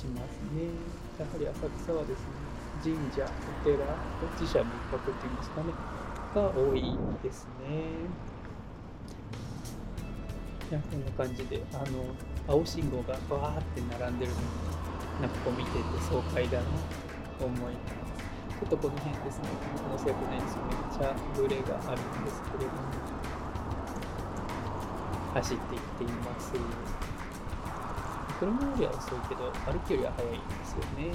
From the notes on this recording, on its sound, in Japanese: ロケ第1回_国際通り（東京都）。今回は「東京都の国際通り」を部長が 自転車 でお散歩してきました。この放送はYouTube用に撮影した動画の音声を放送したものです。